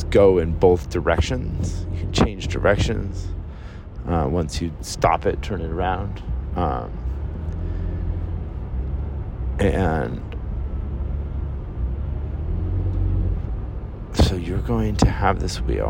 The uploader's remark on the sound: A free podcast from some dude in his car. Sorry about all the car noise, maybe someday I'll have enough time to record this while I'm sitting still.